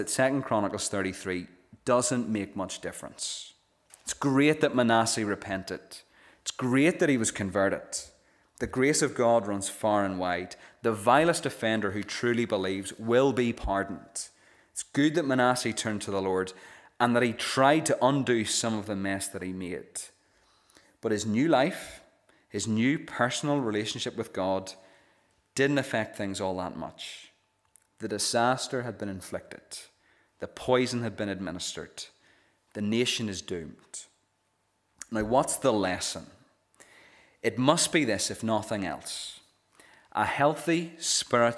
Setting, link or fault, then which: setting, large echoing room